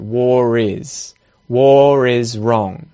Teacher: I do say the R because there's a vowel sound now in the next word, at the start of the next word. · Term: non-rhotic English